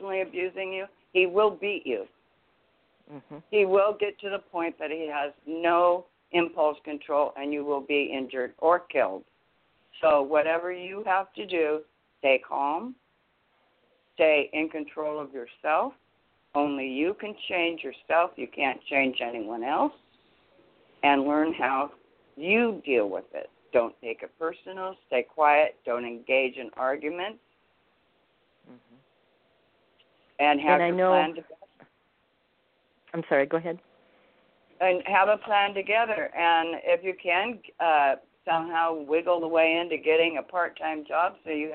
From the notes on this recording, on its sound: THIS IS BOTH AN INTERVIEW AND A CALL IN SHOW